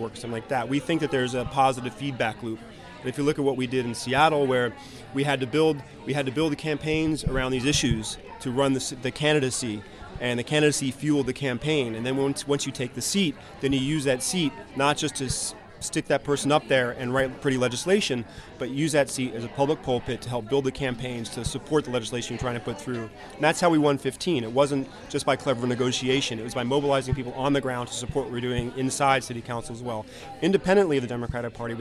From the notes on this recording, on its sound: Live From the DNC Protests in Philly. My audio piece combines interviews with protesters and activists, sounds of the ...